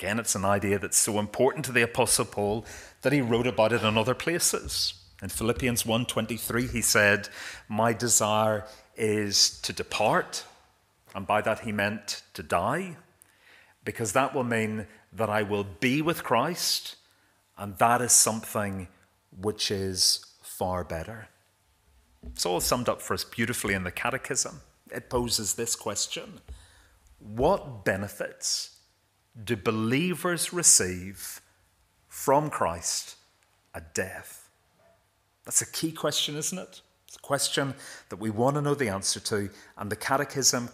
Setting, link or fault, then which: setting, large echoing room